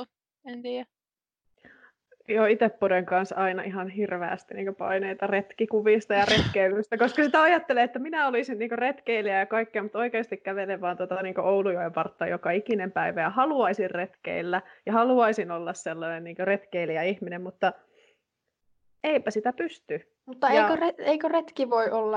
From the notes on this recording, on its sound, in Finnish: Podcast on äänitetty täysin etänä, koska sen tekijät ottavat ystävällisesti sosiaalista etäisyyttä toisistaan.